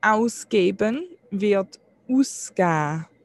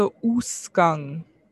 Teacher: au im Hochdeutschen wird zu u. Ganz oft. Also zum Beispiel, ausgeben wird ausgeben.